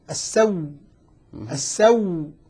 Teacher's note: نطق بها مشددة فيها نبر، فيها نبر وفيها قوة · إبدال الهمزة واو وإدغام الواو فيها فصارت واو مشددة